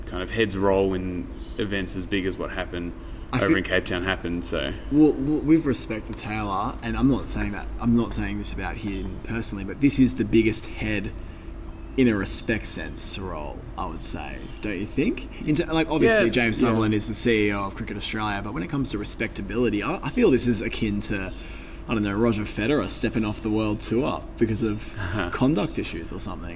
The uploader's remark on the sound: In this episode we take you to the action live from the SCG.